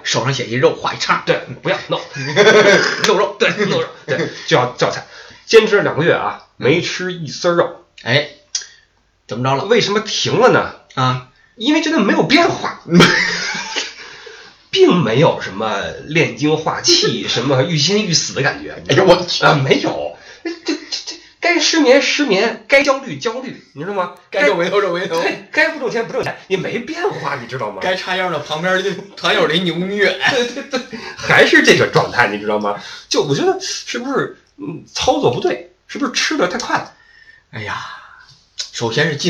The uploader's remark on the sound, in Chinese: 本期备用话筒录音，音质多担待。